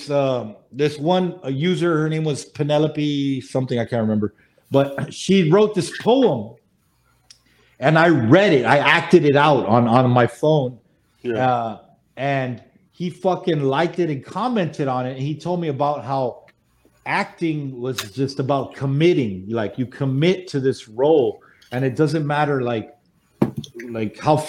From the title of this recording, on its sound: Drunk Turkey Live Show